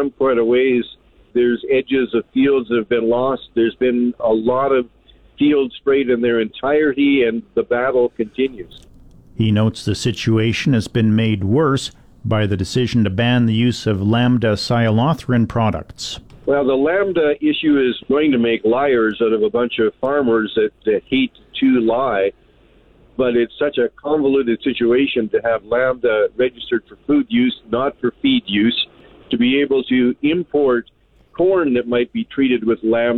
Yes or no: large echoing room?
no